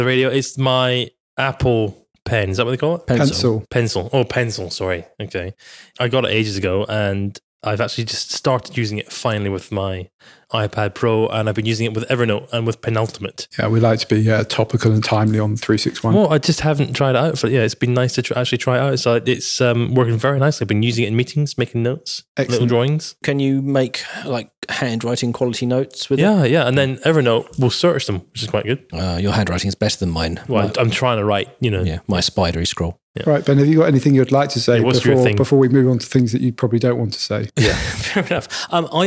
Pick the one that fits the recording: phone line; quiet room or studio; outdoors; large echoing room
quiet room or studio